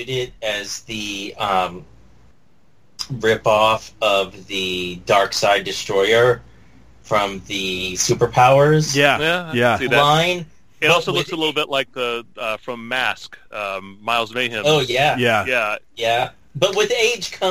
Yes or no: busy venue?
no